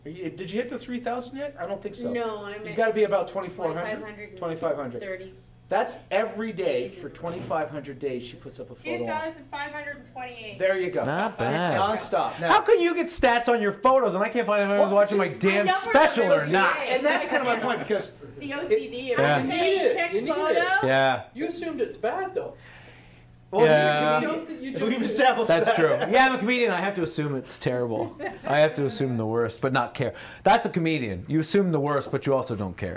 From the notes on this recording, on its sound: Recorded live in front of an audience in Brantford, Ontario, on October 30, 2018, at the Gunner's Club.